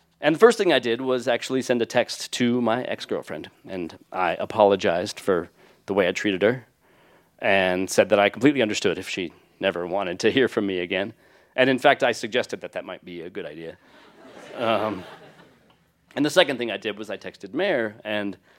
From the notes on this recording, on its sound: recorded live on 15 February 2017 at Buntport Theater in Denver, Colorado.